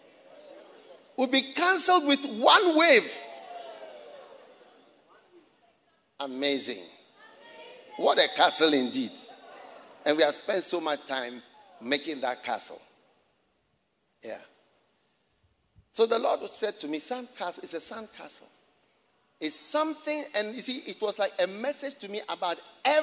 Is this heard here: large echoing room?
yes